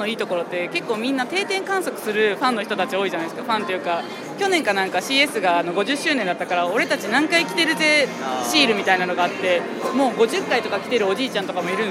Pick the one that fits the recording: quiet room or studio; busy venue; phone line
busy venue